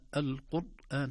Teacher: تخرج الراء محصرمة كما يقولون أو شديدة لا يظهر فيها زمن الراء. فيتحتاج إلى عناية، إلى وسطية، إلى بينية.